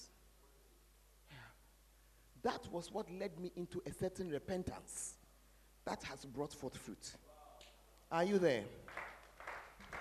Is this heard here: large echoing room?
yes